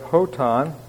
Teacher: you'll notice I'm pronouncing the rough breathing as more of an H sound